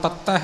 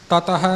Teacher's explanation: ਇੱਥੇ ਤਤ ਹੈ ਪੋਲਾ ਬੋਲਣਾ ਤੱਤ ਹੈ ਨਹੀਂ ਕਰਨਾ · Shown in: second take